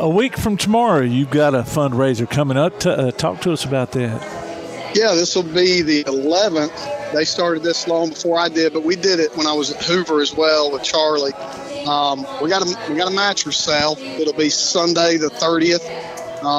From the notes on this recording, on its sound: Live at Lucy's BARge for Cornhole for a Cure.